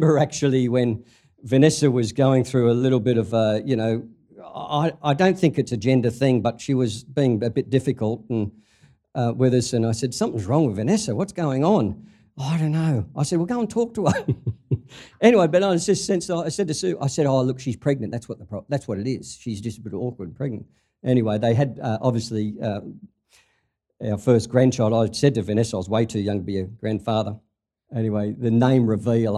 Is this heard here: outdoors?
no